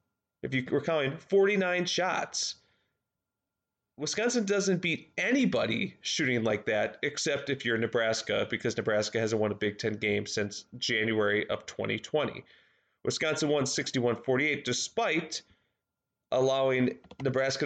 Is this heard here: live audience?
no